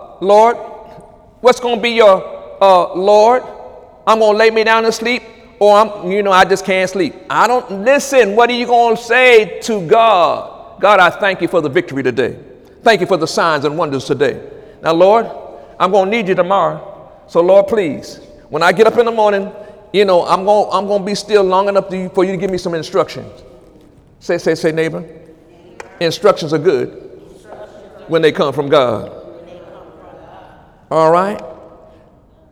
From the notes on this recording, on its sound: During Wednesday night service on August 16, 2017